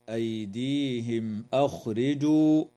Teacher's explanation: وتظهر الميم الساكنة عند الهمزة في قوله تعالى أيديهم أخرجوا